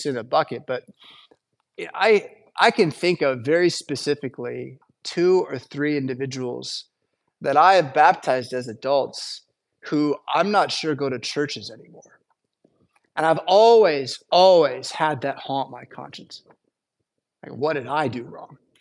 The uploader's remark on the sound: Preached at St Paul Lutheran Church , Rockford, Illinois on Wednesday December 7th, 2023.